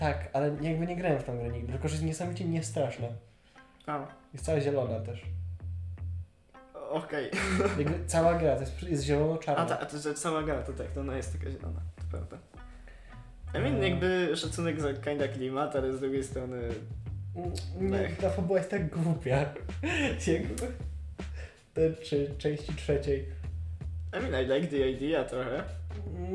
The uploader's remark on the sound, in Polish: Odcinek został nagrany na półleżąco, z mikrofonem położonym na oparciu kanapy